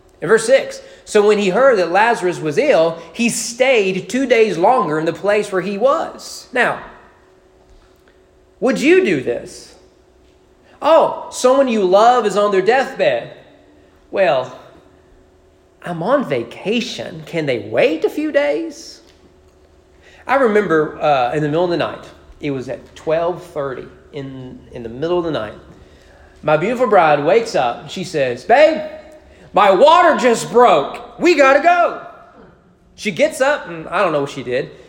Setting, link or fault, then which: setting, large echoing room